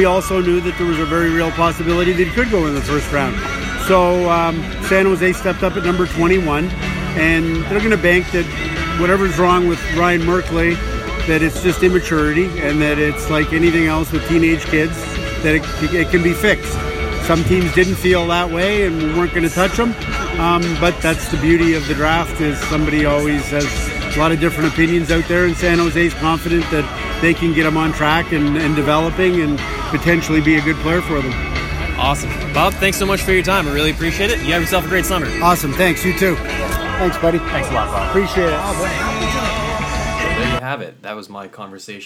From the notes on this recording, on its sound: live at the 2018 NHL Entry Draft from Dallas Texas